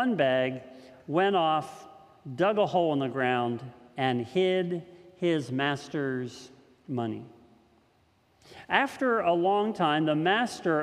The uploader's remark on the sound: This message was first preached on June 20th 2021 at Linglestown Life Church in Harrisburg PA.